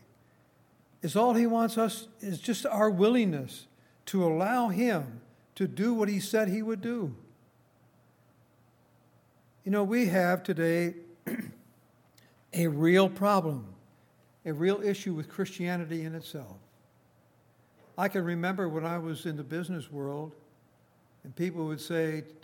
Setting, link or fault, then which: setting, large echoing room